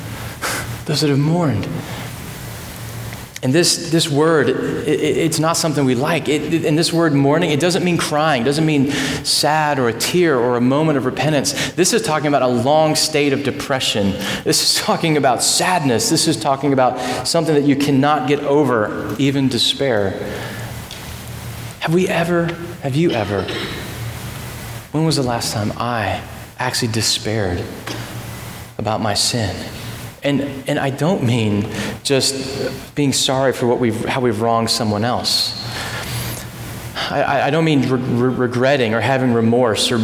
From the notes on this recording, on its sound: at Redemption Hill Church on Sunday, September 9th, 2012.